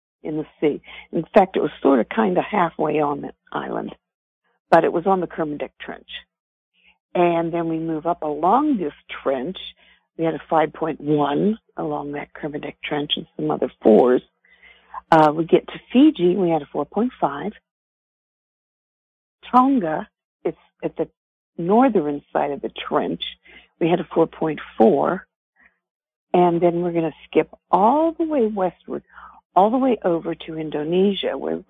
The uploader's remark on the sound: Conference Call LIVE